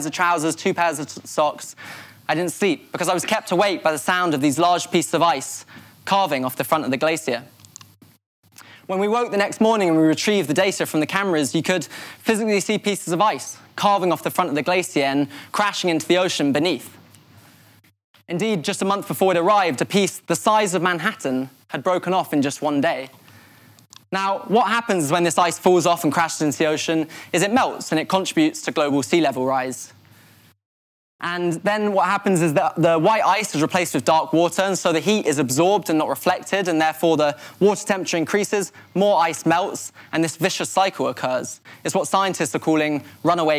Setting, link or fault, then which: setting, live audience